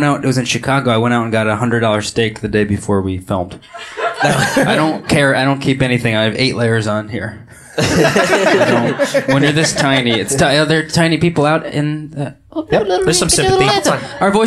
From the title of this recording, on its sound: LIVE from Union Hall